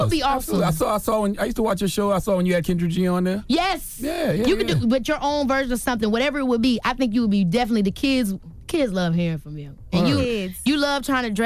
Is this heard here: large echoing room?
no